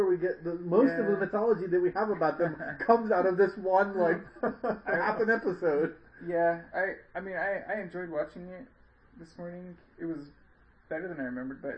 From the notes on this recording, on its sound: Sorry about the bad sound quality. It was a new mic.